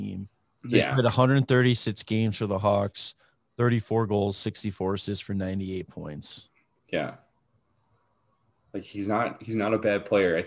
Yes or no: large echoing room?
no